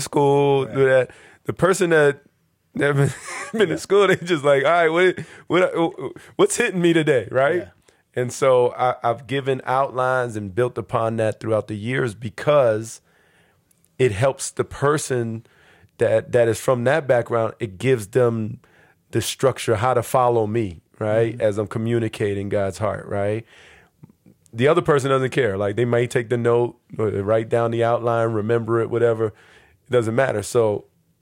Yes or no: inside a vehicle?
no